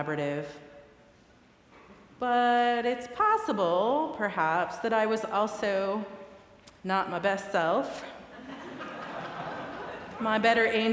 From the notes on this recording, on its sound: recorded live at the 10:00am service